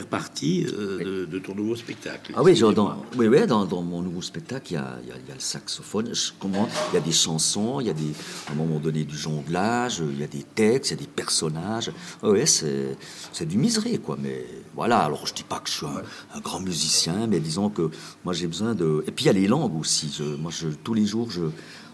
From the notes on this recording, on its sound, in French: Enregistré dans la bon humeur à Pâques au restaurant le Cheval Blanc à Delémont.